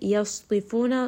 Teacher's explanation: Sad is going to be heavy. Fu is a two-count med.